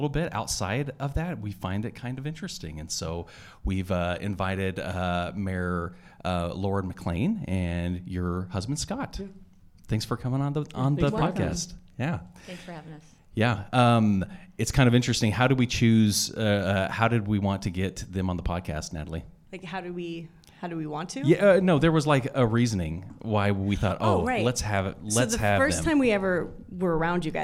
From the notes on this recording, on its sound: LIVE from Treefort, yet again!